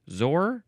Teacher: Anyway, you are supposed to emphasize that last syllable.